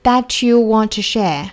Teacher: Want 和 to 放在一起呢，这个 to 的话呢我们做弱读